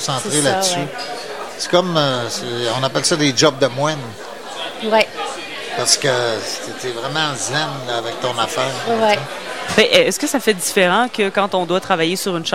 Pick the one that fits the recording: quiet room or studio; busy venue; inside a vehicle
busy venue